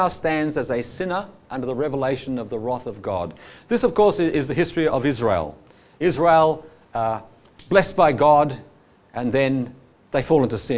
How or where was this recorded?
live audience